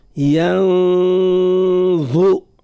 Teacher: لأن يتعلق بها قاعدة نطقية عامة، كل ما نجد نون ساكنة وبعدها حرف ضاء مثل هذه إلا تتعلق بها قاعدة الإخفاء مع إبراز الغنة، هكذا اسمها الإخفاء، نخفي صوت النون، نخفي منه جزء من صوتي، معناه بمعنى وقت اللي ننطق بالنون معناه يكون اللسان متاعنا موضوع على مخرج الضاء مش على مخرج النون. ينظو، وحرف الضاء مخرجه طرف اللسان مع ما يقابله ظو ما ينظو مع أطراف الثنايا العليا.